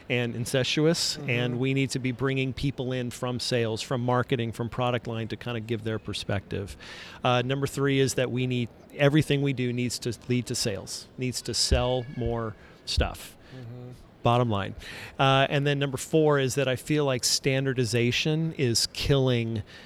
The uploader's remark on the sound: In this Episode recorded live from the floor of CRC.